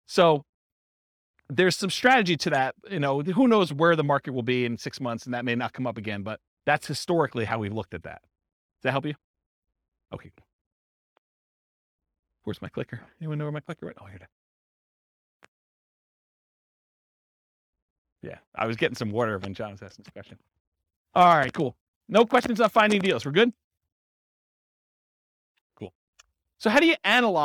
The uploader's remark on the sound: This was a live class recorded